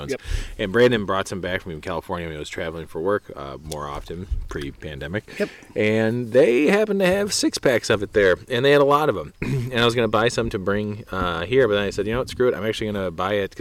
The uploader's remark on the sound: Sip one some beers in nature. While camping in Washington Island Wisconsin, they decided to crack open a few in the great outdoors.